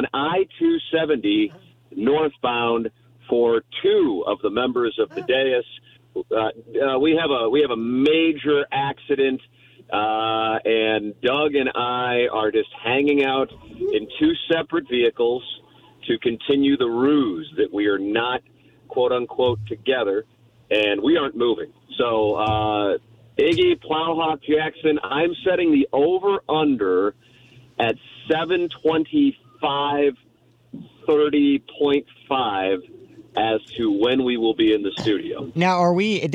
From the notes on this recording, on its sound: Traffic issues have left two of our show members out on 270. On the phone lines.